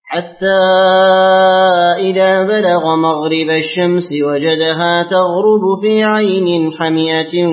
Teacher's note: بحذف الألف بعد الحاء وهمزة مفتوحة بعد الميم